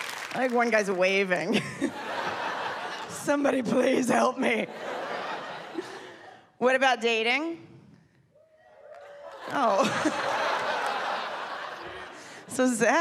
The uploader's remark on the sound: Filmed live in Los Angeles, CA.